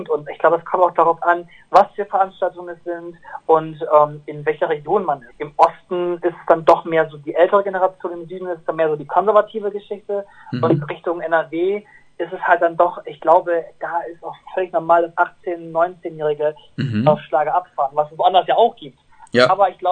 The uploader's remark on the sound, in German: Der sympathische Sänger stand uns außerdem für ein interessantes Telefoninterview zur Verfügung.